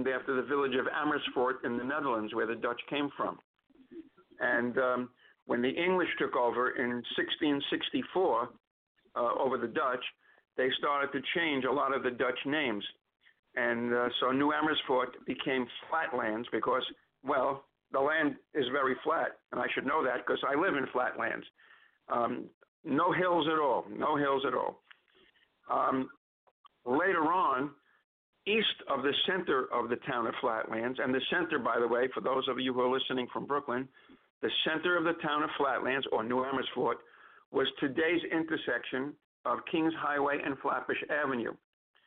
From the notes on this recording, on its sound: Calls into the Bedford & Sullivan podcast. LIVE at noon ET.